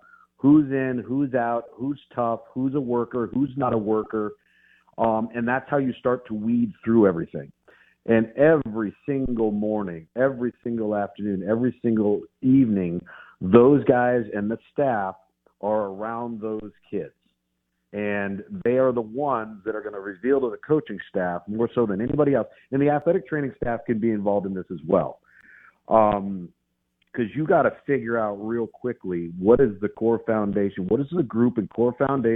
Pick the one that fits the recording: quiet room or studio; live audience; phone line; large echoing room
phone line